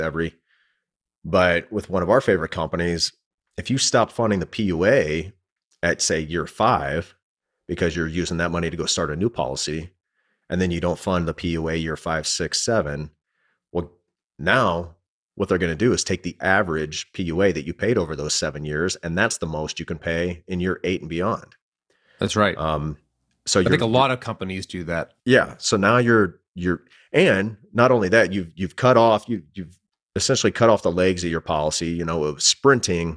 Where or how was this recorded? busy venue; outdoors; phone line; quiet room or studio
quiet room or studio